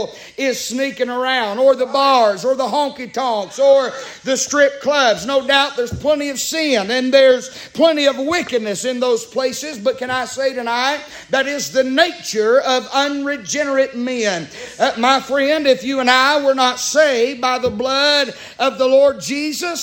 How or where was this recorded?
large echoing room